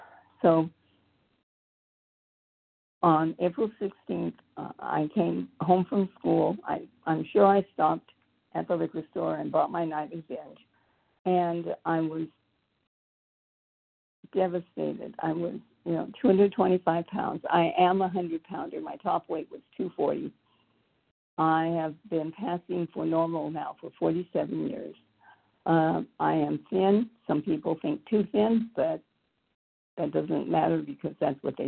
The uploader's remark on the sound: the 100 Pounders Phone Meeting, 9/23/23